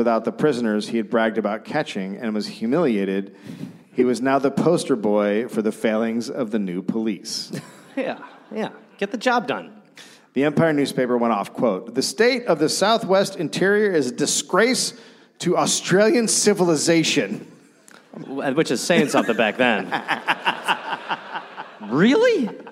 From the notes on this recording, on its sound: Recorded live in Brisbane.